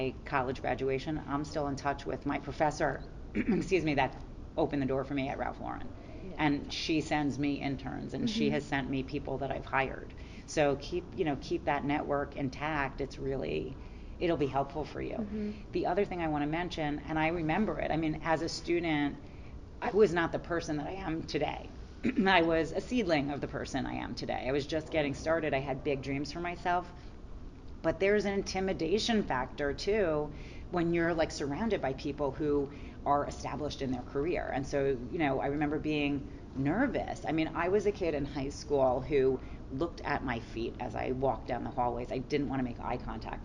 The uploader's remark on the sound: live from the debut of her recent collection of products with Karastan at Spring High Point Market